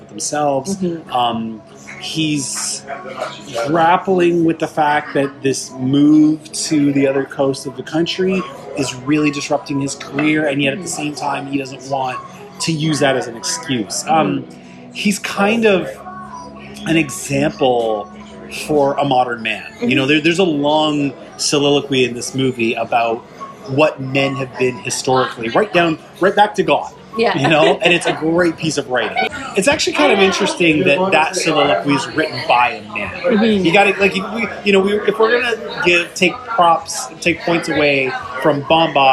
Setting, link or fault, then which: setting, outdoors